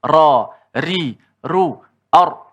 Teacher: Ra masih lagi di hujung lidah. Hujung lidah kita menghala ke lelangit dan ada kita kata sifat takrir.